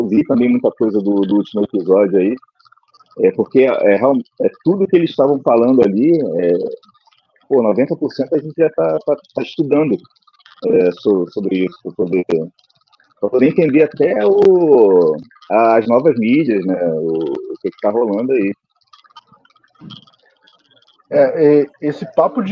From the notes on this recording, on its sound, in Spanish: mesa redonda virtual